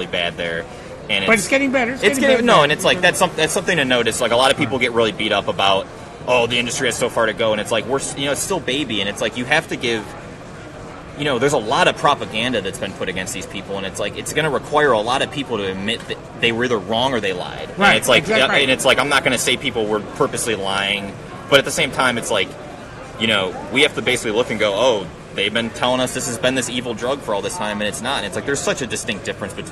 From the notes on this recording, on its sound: At the 2019 Cannabis Lab Conference in Miami Flordia on October 28th &amp; 29th. At the 2019 Cannabis Lab Conference in Miami Flordia on October 28th & 29th. The event brings together leaders from law, accounting, and business for a two-day event in sunny Miami.